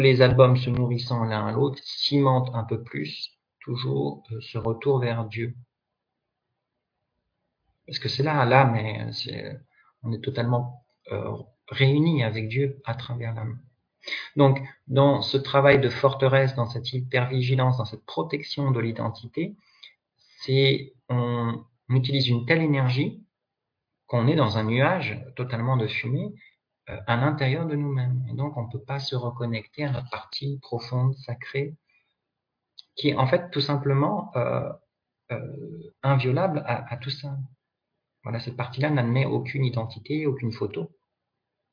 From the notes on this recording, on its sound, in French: Dans cet audio extrait d'une conférence en ligne